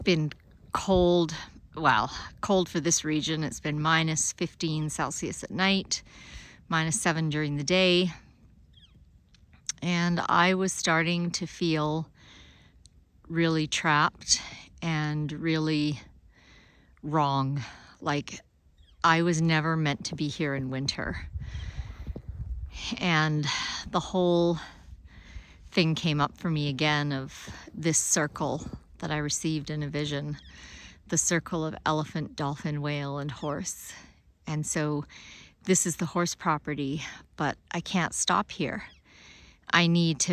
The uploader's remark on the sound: You may prefer to watch the video as I recorded it live on my camera – at least for the first bit, to see what I’m talking about.